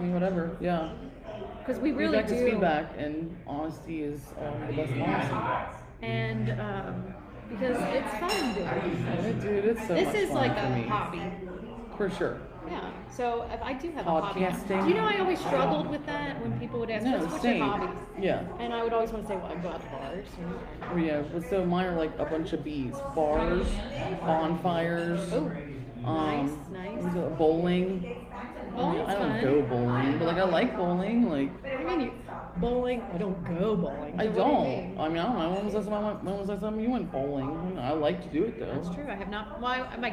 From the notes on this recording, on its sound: LIVE at Blinker's Tavern. Talking Lov in the Cov over brunch.